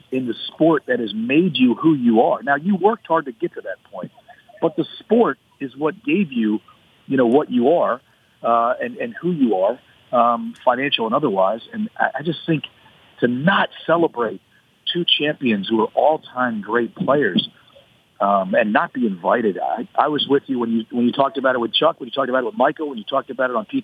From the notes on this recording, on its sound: phones in from St Andrews